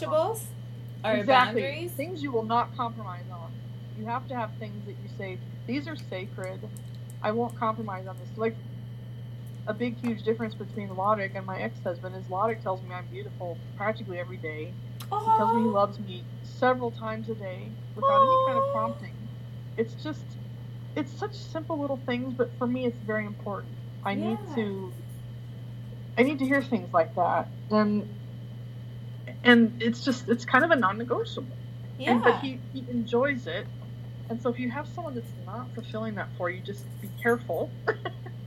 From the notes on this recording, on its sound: We had a few recording difficulties